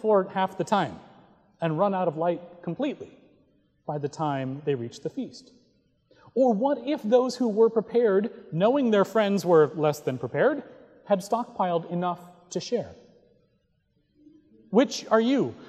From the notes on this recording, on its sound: Recorded November 12, 2017 at Trinity Presbyterian Church in Bixby, Okla.